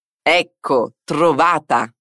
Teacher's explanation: Pronuncia attentamente la doppia C facendo una piccola pausa prima.